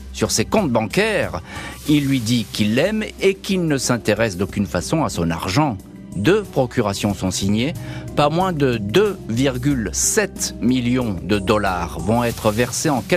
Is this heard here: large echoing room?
no